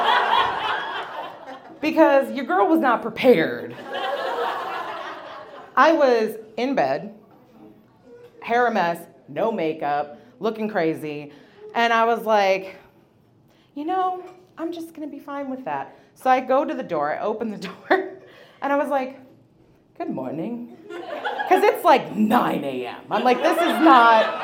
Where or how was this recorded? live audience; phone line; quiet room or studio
live audience